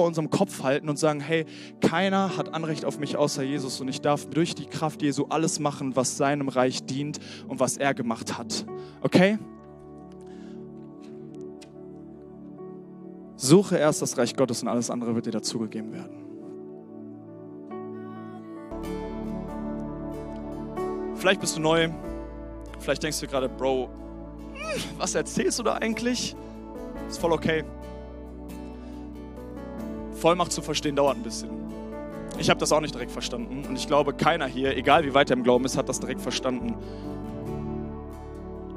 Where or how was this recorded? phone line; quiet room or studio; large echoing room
large echoing room